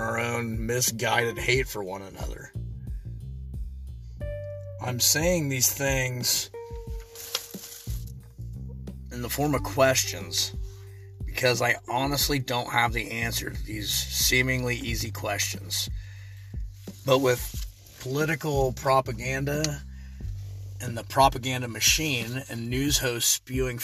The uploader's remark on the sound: This was recorded in my truck so I apologize the quality isn't as good as the others.